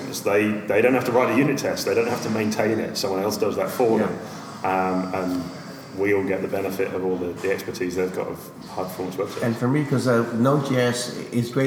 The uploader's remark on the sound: talking at the Microsoft Decoded conference in UCD